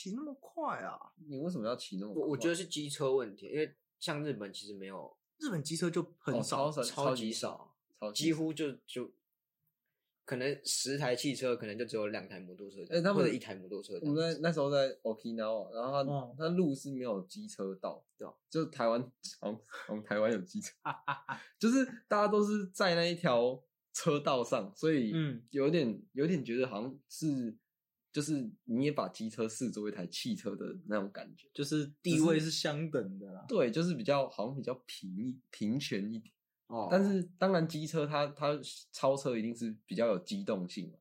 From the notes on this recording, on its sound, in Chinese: 本集為去年夏天所錄，會拖那麼久是因為錄音品質不是很好